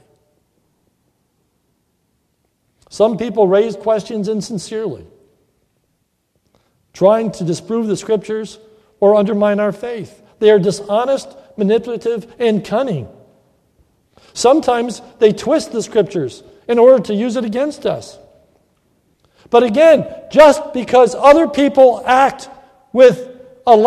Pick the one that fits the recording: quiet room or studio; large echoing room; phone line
large echoing room